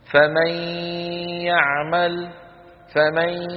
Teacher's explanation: صوتين في آن واحد، ياء من الفم وغنة · Term: الإدغام